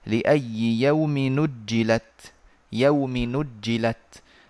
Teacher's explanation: ينقل ضمة الهمز إلى النون التي هي نون التنوين ثم يحذف الهمز